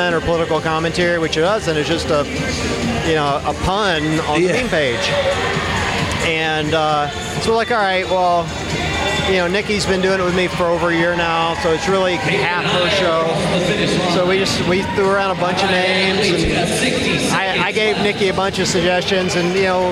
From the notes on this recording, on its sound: Live from the MFC. At the Masters Fitness Collective Championship.